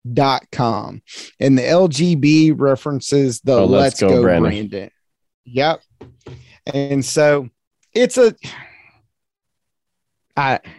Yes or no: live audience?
no